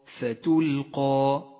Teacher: لاحظ كيف جاءت الألف المقصورة مفخمة في هذه الكلمة لأنها سبقت بحرف القاف المفخم والألف تتبع ما قبلها في الترقيق والتفخيم ستلقى